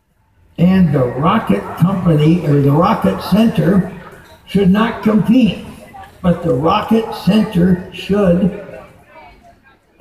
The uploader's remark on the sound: conference at Wired Next Fest 2017